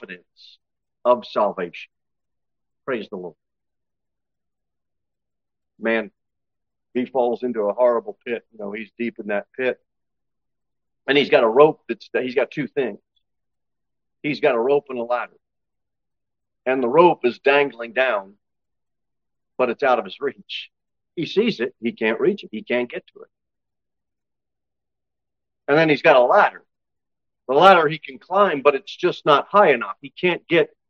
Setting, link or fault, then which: setting, large echoing room